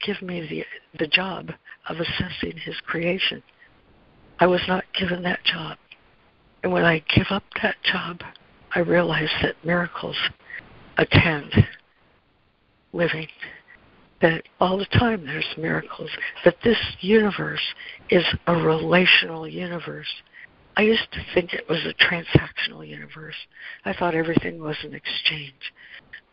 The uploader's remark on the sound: ACIM Daily Conference Call.